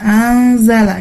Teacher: Ini anzala itu adalah ikhfa hakiki, di mana nun sukun itu bertemu dengan huruf zai, ya. Dibacanya itu samar-samar dengan disertai dengungan.